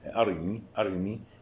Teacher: أما الدوري عن أبي عمرو فقرأها باختلاس كسرة الراء